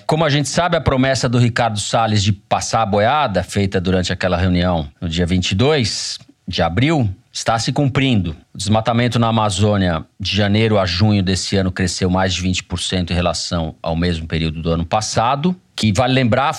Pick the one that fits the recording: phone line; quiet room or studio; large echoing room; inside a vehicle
quiet room or studio